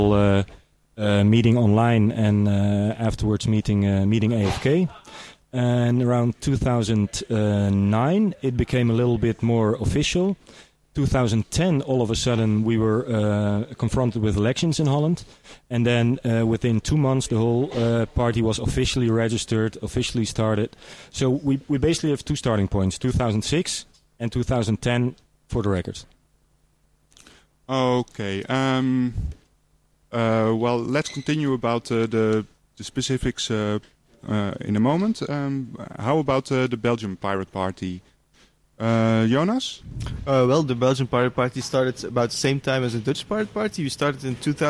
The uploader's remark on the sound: Reporting Live from OHM2013 in the Netherlands.